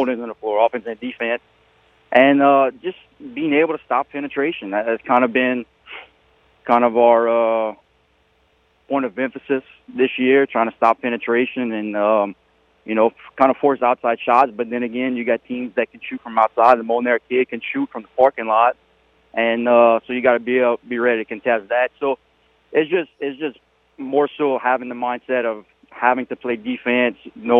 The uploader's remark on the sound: On the phones, we have South Lafourche assistant coach